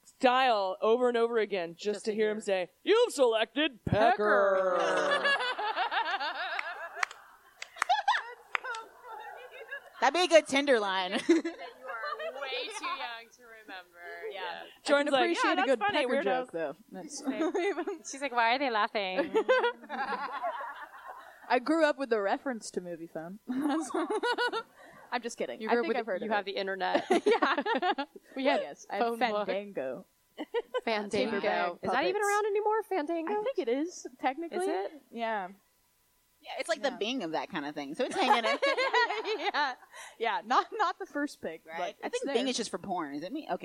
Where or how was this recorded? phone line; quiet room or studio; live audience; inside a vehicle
live audience